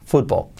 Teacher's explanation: la L final de football es muy, muy sutil. Football. Muy poquito.